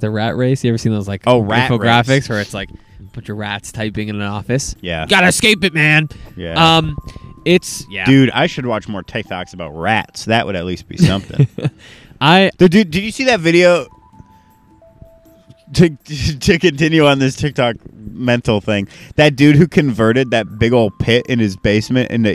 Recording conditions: outdoors